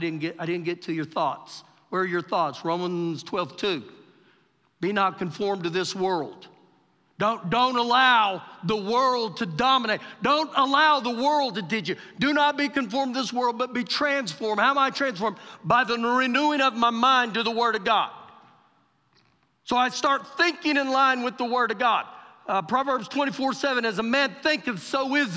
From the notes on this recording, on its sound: Recorded live during our Wednesday night service